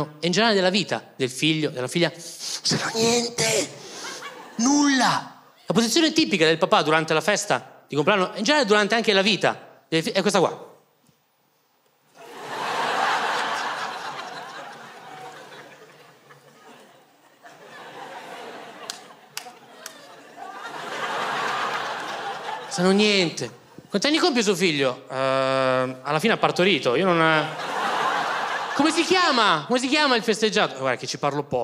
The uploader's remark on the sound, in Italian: Registrato al Teatro Manzoni di Milano